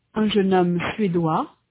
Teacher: In sound, the feminine forms, anglaise and suédoise, have a final consonant z, that the masculine anglais and suédois do not. In the masculine, the final s is not pronounced. In the feminine, it represents the sound z.